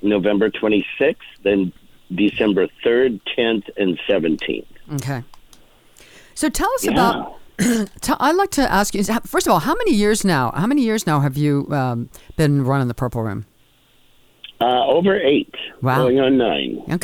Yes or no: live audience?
no